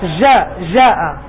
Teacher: هذه لهجة أهل الجزائر والمغرب عادة ينطقون بالتفشي في حرف الجيم